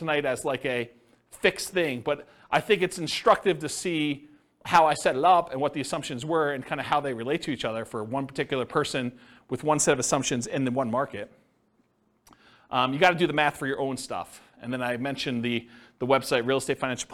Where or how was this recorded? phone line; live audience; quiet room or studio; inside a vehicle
live audience